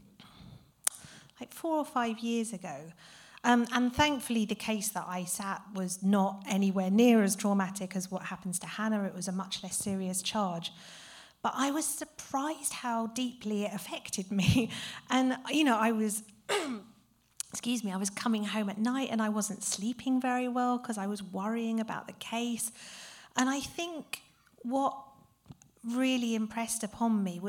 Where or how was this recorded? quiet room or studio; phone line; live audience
live audience